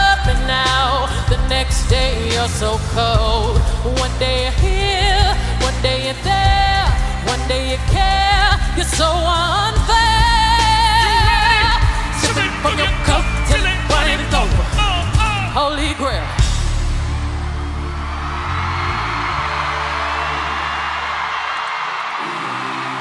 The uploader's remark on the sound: Live at Global Citizen Festival 2018 | Full Set